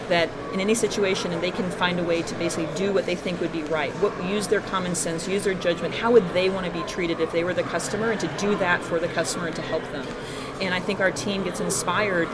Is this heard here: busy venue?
yes